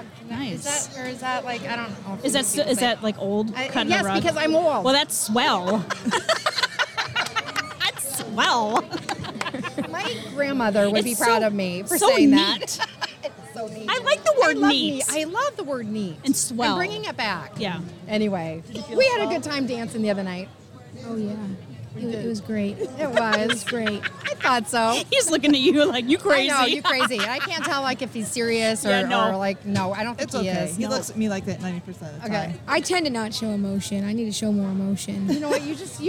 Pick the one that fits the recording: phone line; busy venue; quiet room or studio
busy venue